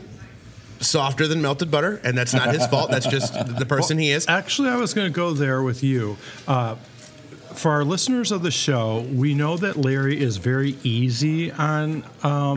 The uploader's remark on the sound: Live from the Peak Honky Tonk Saloon